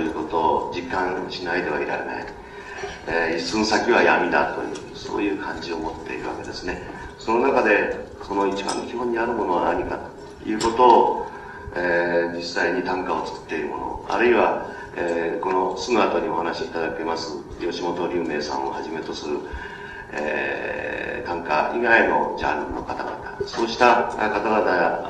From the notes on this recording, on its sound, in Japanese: 場所：千代田区一ツ橋・一橋講堂。82現代短歌シンポジウムin東京 として２日間にわたり開催された シンポジウム幕開けの講演。録音者の手元ノイズが入っている。